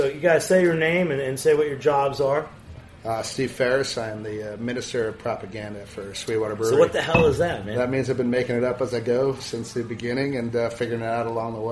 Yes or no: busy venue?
yes